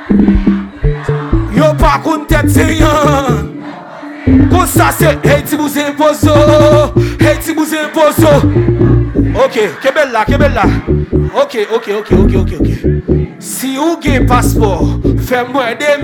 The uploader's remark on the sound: LIVE AT WE LIT DR (Santo Domingo )